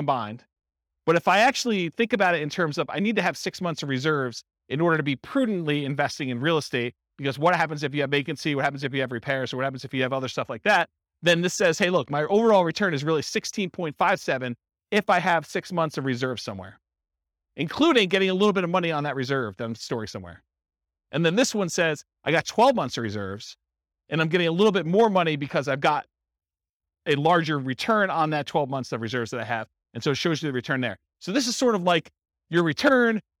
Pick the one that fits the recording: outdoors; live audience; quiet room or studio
live audience